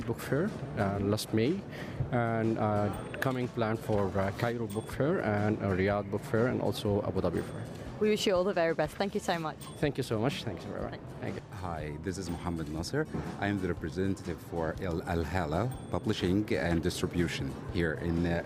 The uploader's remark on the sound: Live from SIBF 2023: visitors, exhibitors, and volunteers interviews